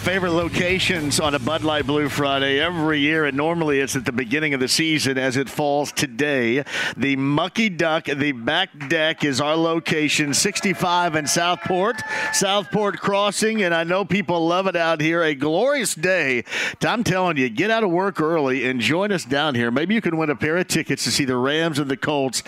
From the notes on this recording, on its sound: Full Show: Live From Mucky Duck On A Blue Friday!